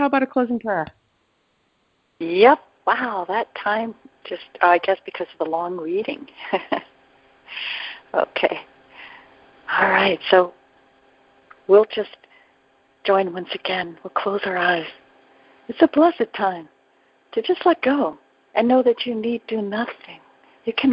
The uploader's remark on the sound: ACIM Daily TEXT Conference Call